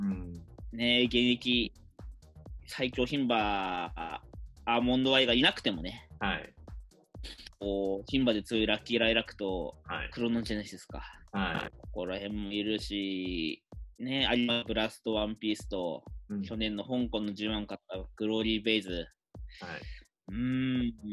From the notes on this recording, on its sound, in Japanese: ZOOM収録のため、聞き取りにくい箇所がございます。